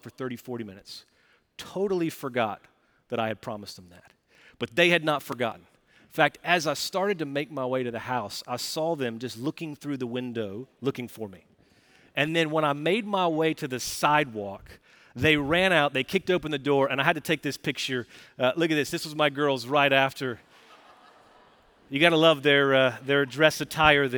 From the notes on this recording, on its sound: Recorded Live at Brookwood Church on 12.03.2023